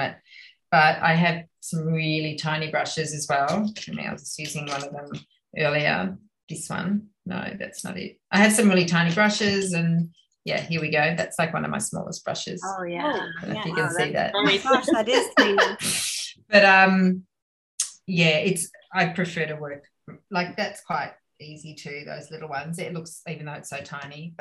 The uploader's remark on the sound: A rainy day in Florence via Zoom.